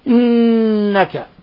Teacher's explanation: نلاحظ كيف أننا ضغطنا على النون المشددة وأننا ألصقنا طرف اللسان في أصول الثنايا العليا مع غنة من الخشوم